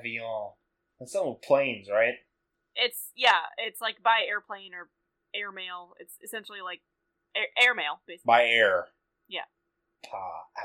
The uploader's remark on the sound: This week we had some audio issues.